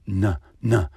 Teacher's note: Because there's a little trap door at the back of our throat, back of our palate, and we open that up for access to the nose, and we send the sound into the soft nasal passages, which turns da, ta into na